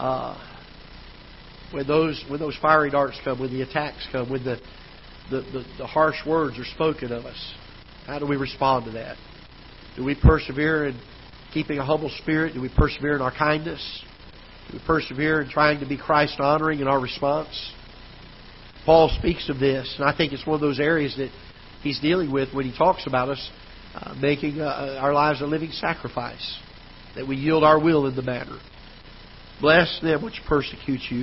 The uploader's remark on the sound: Ketha Heights Baptist Church ~ Live Broadcast